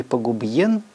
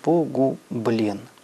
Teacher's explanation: палатализация после губно-губной согласной · Shown in: second take